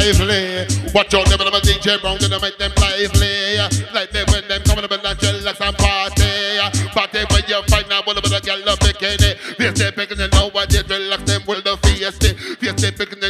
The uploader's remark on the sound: Here is the "live " recording of the … Launch Party. On the …!